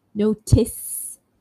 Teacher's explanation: So we end it with S. Again, that's a voiceless sound. There's no vibration in my throat when I say notice.